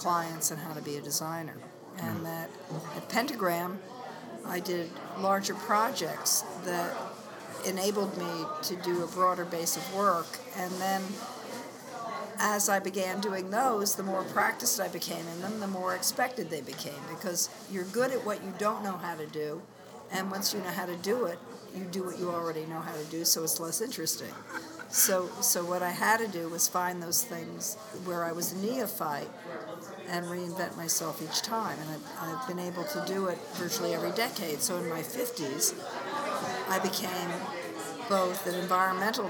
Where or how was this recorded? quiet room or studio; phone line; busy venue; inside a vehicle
busy venue